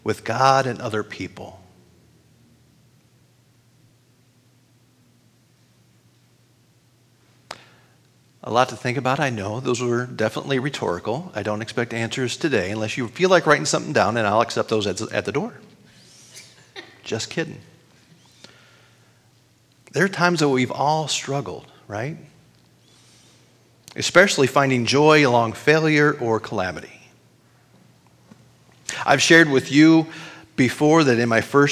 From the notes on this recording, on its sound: recording of this weekly worship service at Our Lutheran Church (West Lafayette, IN)